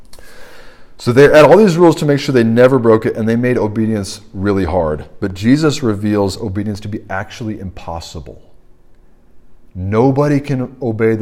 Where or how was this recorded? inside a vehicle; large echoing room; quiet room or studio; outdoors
large echoing room